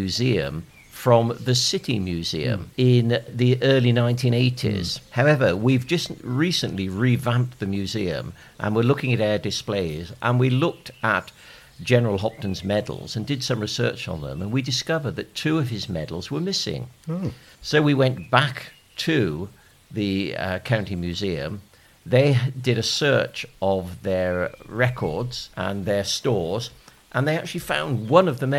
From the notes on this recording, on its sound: take a walk in the sun around Canon Frome Court and St Laurence's Church, Stretton Grandison